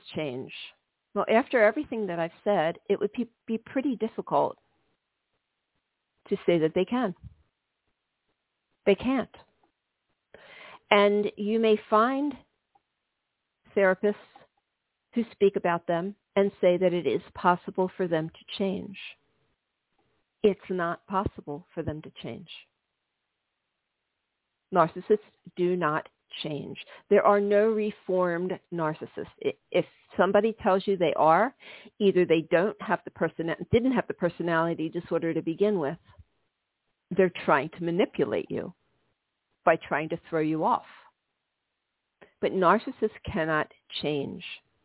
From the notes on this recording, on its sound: This is a live call-in show.